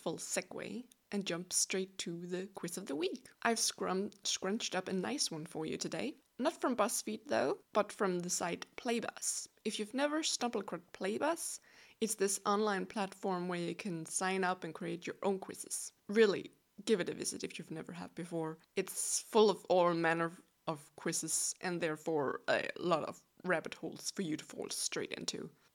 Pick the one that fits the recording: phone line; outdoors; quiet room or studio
quiet room or studio